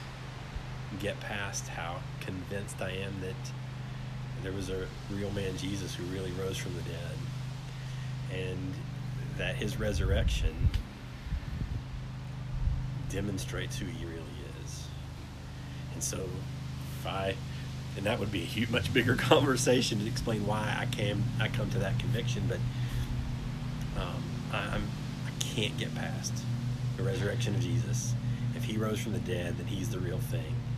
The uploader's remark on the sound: From the front porch, amidst the sounds of the wind, lawnmowers, birds, cats, and cars